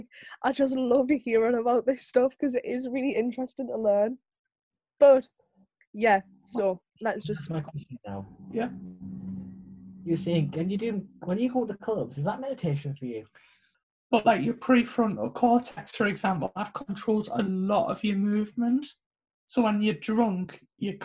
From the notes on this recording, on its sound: take to Zoom again